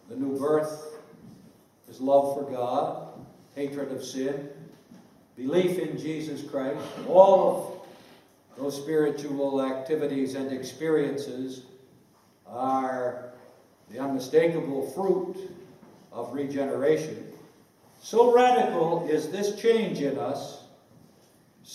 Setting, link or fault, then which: setting, large echoing room